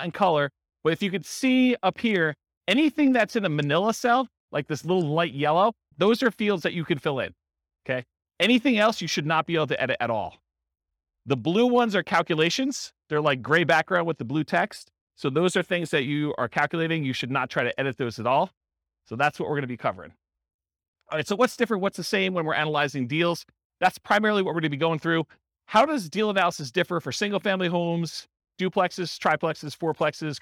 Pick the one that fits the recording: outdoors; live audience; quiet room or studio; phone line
live audience